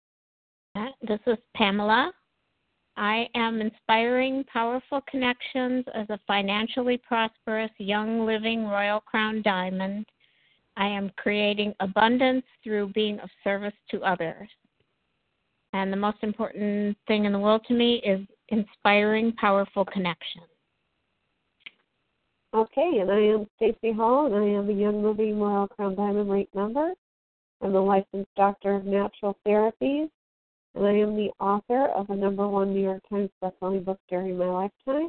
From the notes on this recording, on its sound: Team SAP Conference Call.